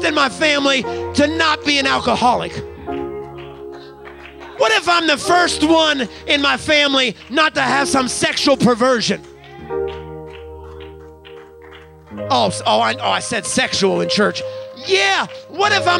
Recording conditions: live audience